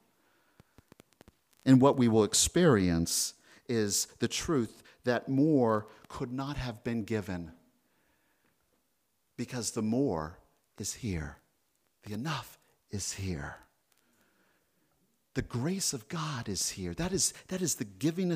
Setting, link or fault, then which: setting, large echoing room